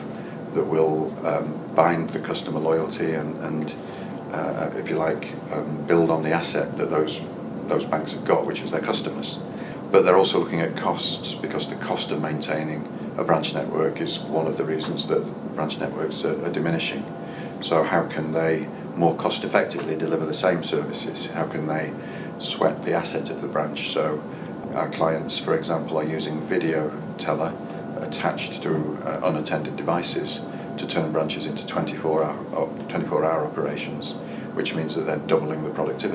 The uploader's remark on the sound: At the RBR Branch Transformation conference in London